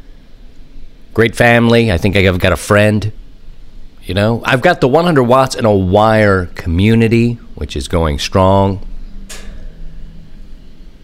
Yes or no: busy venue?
no